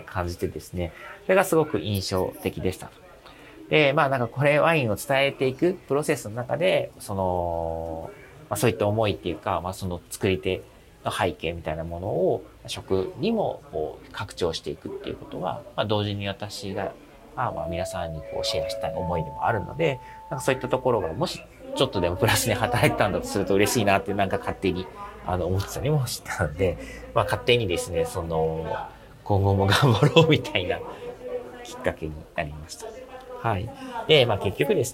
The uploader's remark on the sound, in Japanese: ちょっと音声処理がイマイチだったのでアップロードし直しています。出張帰りの空港で収録してお届けしています。